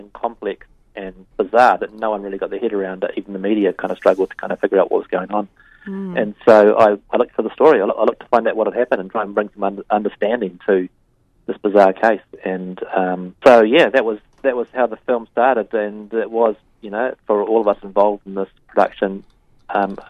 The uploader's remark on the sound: speaks over the phone to film maker